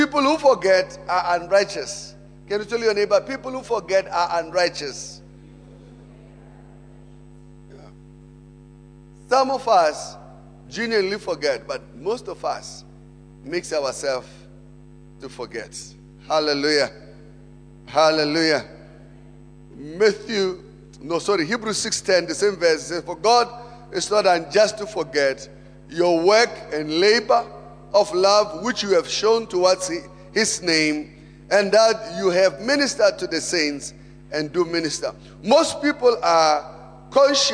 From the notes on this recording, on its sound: Preached at Emmanuel Christian Church, Arcadia Campus on the 4th of November 2018.